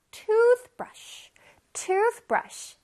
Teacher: 이 toothbrush는요, 빨간색에 보이듯이 앞부분에 강세가 있어요.